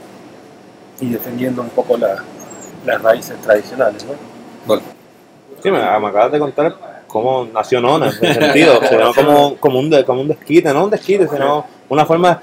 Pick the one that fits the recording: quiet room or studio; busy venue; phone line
busy venue